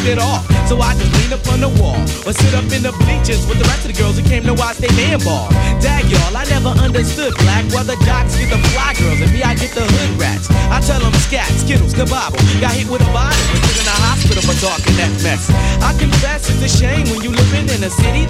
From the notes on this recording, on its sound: From the storefront of The Late Late Bar on Houston Street in New York City.